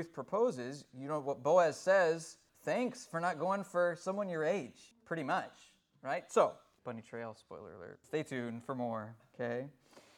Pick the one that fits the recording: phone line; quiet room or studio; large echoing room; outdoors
large echoing room